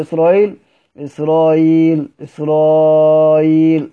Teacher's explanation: نعم كلمة إسرائيل كله بتسهيل مع المد والقصر